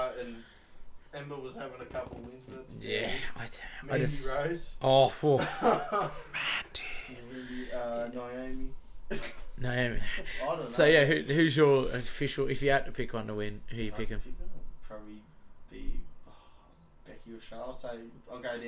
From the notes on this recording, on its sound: This is my first two mic set up so pls forgive me a little